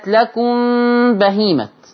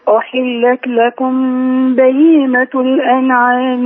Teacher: خلي بالك بقى من غنة الإخفاء الشفوي